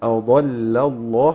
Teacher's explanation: ثلاث لامات ورا بعضها لام مرققه اضل وبعدين لام اسم الجلاله مغلظه